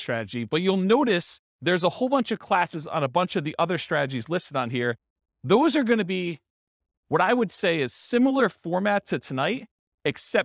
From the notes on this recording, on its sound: This was a live class recorded